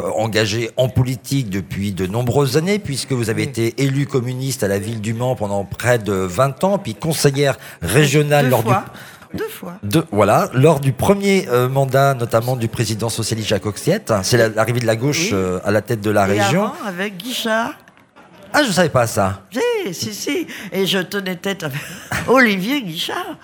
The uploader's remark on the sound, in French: En direct du salon du livre dimanche 2 octobre 2022. Était sur les radios de la FRAMA en direct du salon du livre.